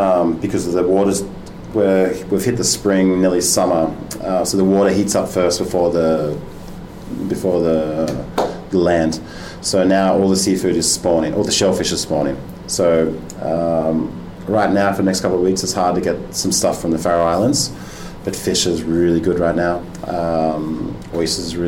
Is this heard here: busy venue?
yes